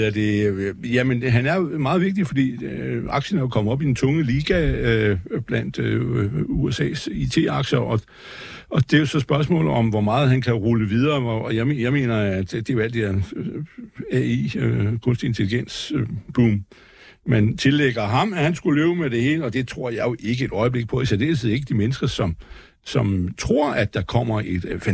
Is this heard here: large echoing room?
no